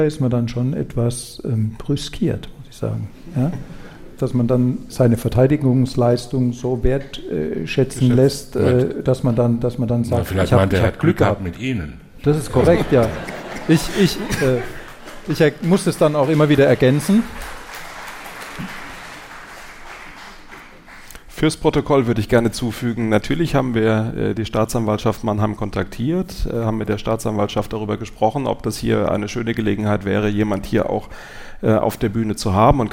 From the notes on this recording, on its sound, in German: Live beim SWR Podcastfestival. Beim SWR Podcast Festival in Mannheim.